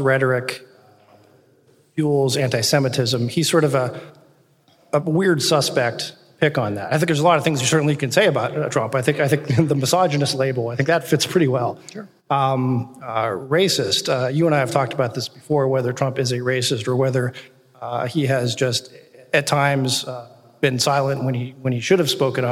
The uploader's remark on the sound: first ever live podcast, recorded 11/1/18 in Cincinnati Ohio's Memorial Hall as part of the inaugural Cincinnati Podcast Festival